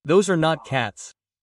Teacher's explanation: the T is barely said